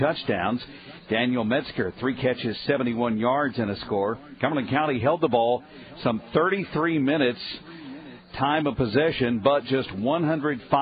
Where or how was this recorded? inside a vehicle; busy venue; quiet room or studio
busy venue